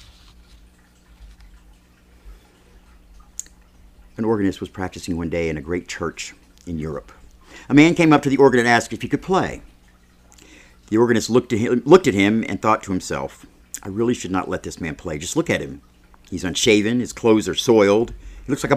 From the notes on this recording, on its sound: Dallas Universal Life Church presents this full service, recorded August 23, 2020.